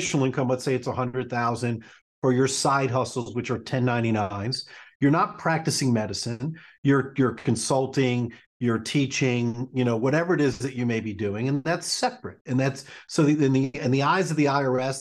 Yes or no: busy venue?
no